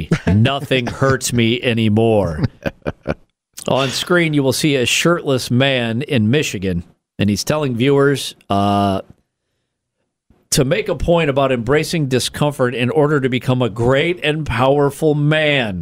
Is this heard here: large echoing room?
no